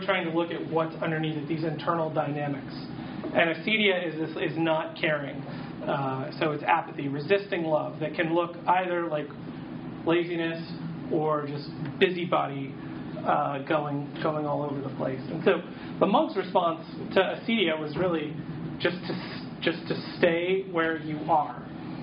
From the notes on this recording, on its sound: audio from a workshop